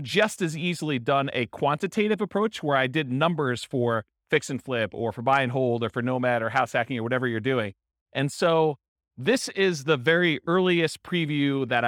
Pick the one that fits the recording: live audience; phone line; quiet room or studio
live audience